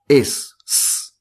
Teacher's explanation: The sh sound they simplified to S.